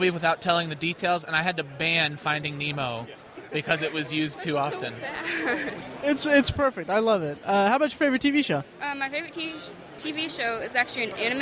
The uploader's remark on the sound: Booth Recordings with Con Attendees. Recorded live from our booth at Indy PopCon!